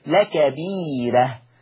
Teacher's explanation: لما يجينا راء مفتوحة قبلها ياء مدية ما حكم الراء؟ حكم الراء الترقيق قولا واحدا